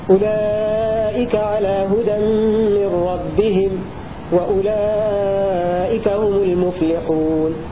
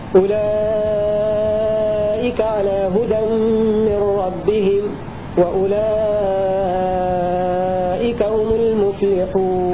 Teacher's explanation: فنأتي بالمد المشبع لورش ويتفق معه حمزة · Shown in: second take